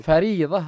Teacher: الراء سيدي مكسورة، الترقيق حكمها الترقيق لأنها متحركة متحركة بالكسر